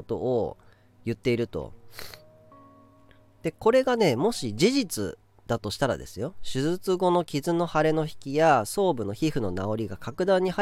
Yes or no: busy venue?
no